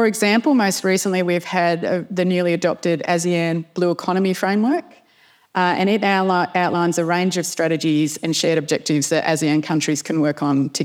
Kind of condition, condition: setting, live audience